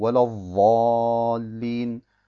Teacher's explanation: Sie wandeln den Buchstaben Dad in ein Wa um und sagen Wallawalin.